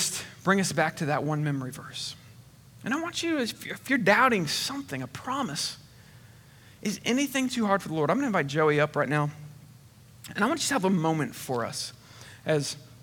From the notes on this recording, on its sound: Recorded on 8/22/21 at Connection Point Church